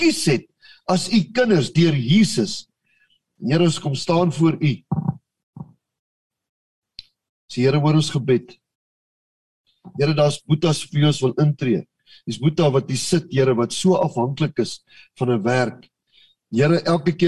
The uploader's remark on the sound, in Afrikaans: Manne van die Woord Zoom Byeenkoms 15 Februarie 2022